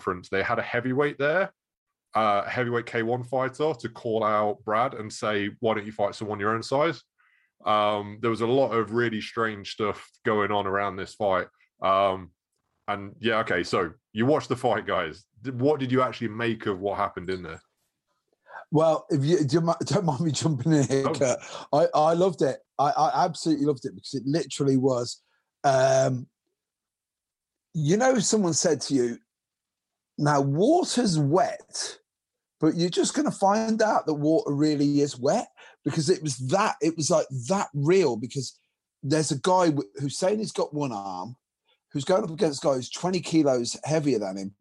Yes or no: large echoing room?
no